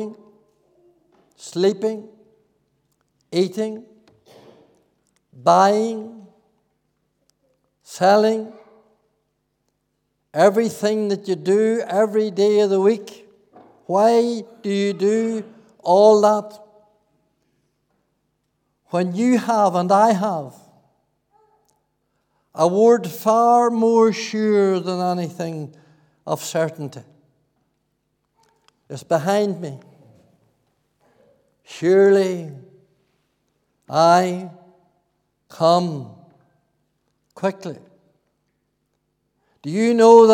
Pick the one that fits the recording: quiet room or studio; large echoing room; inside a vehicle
large echoing room